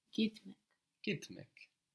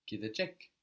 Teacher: The T softens to a D because of that vowel in ecek. · Shown in: second take